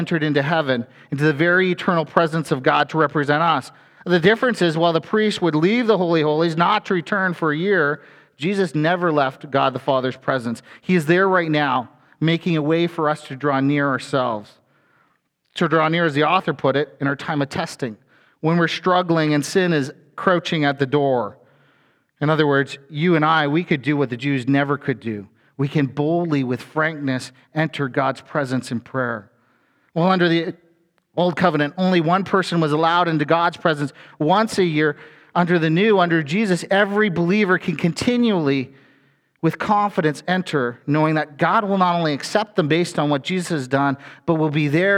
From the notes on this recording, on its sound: A sermon from FBC Church in Cobourg,